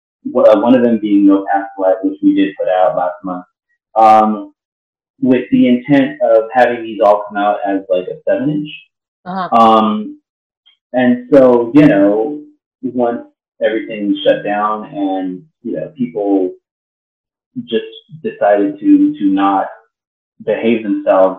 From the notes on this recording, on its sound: I do apologize for the sound quality of this conversation. It’s not the best, but still works.